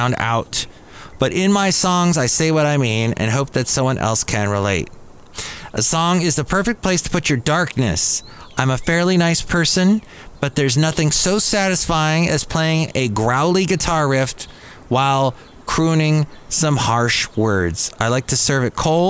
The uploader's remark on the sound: podcasts live from Café Anyway